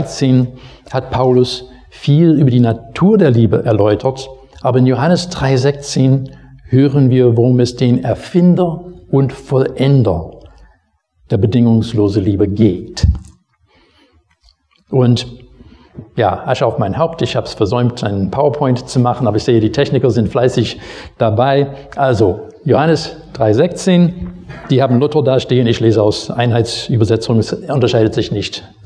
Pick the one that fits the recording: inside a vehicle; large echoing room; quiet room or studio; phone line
large echoing room